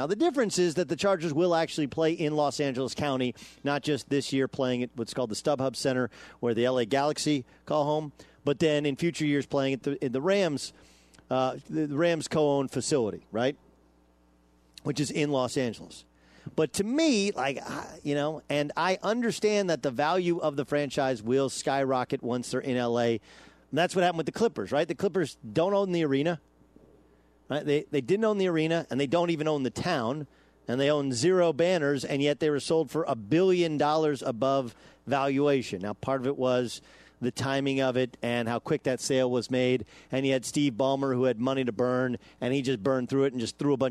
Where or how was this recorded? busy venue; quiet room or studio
busy venue